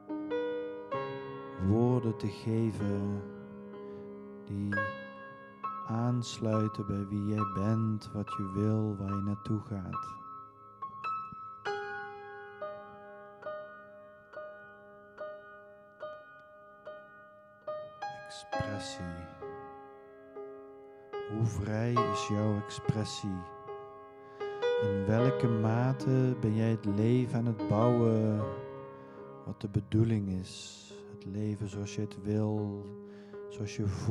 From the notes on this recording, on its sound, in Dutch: Tijdens het Reversed Leadership Seminar gegeven 7 SENSES meditatie met Live Kundalini Piano. Opgenomen in de Mariakapel van Conscious Academy op Landgoed Coudewater in Rosmalen.